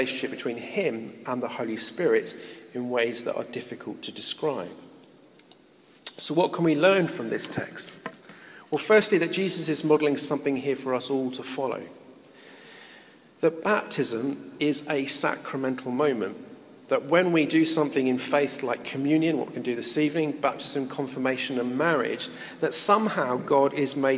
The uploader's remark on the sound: In this podcast recorded at a Moot Community Eucharist at St Mary Aldermary Church in the City of London.